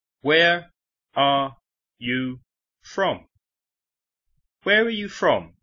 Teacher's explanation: Las dos palabras que se oyen más fuertes son where y from.